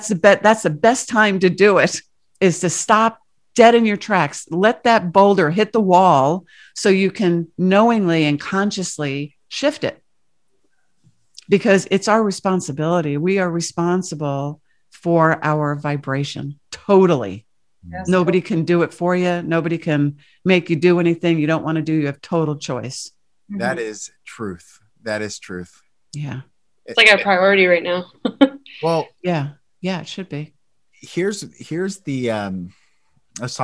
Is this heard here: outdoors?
no